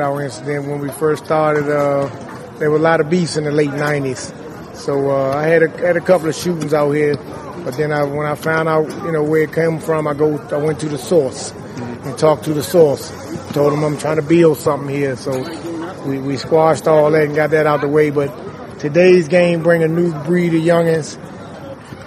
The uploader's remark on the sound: A night at the legendary basketball court in Barry Farms, Washington D.